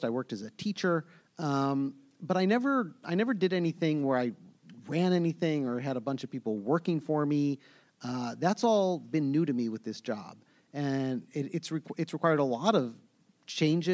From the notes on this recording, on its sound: Recorded at ATX Television Festival